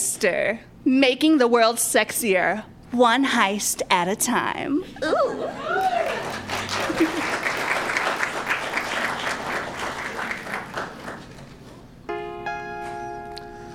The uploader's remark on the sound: Welcome to our second show here at The Newton at First Draft at Changing Hands, at Phoenix, Arizona.